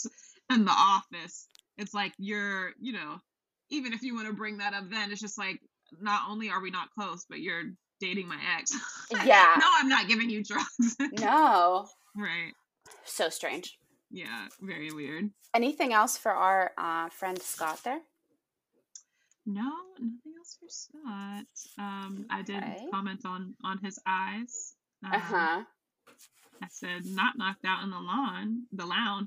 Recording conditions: poor sound quality